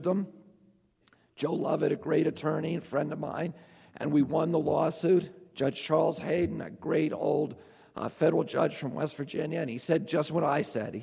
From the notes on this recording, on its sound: Speaks at the Marin Civic Auditorium in San Rafael, CA.